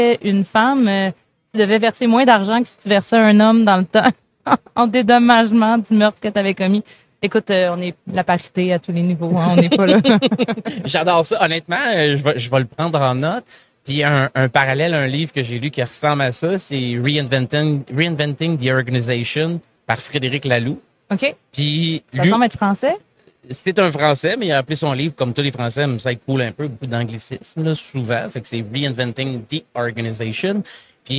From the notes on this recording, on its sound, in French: En direct du Salon Industriel de Terrebonne